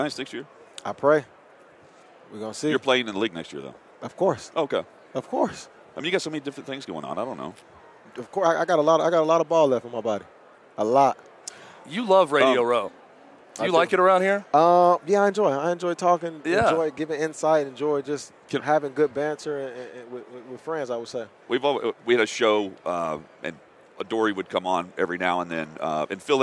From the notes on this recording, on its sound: Live in Las Vegas. Live from Radio Row.